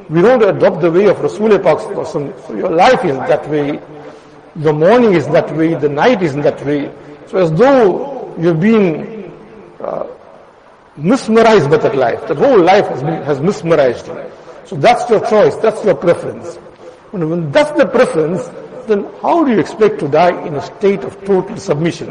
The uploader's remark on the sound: Jumuah lecture at Madressah Taleemuddeen